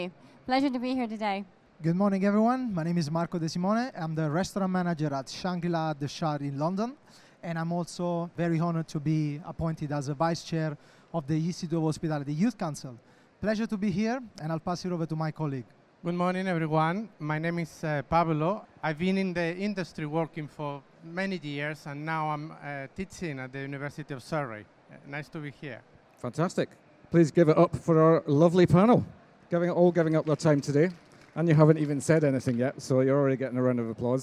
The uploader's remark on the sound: We thought it would be great to conduct 2 live podcast recordings on the subject of how today’s trends impact the industry of tomorrow. Questions from the audience.